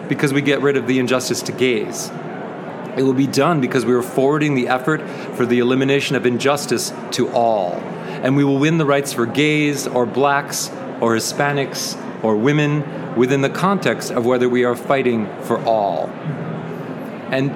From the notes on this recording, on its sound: Live from the 25 ALA Interview. Live from the ALA exhibit floor in Washington DC.